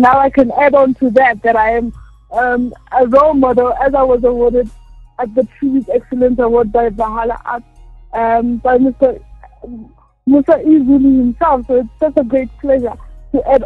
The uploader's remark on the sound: joined over phone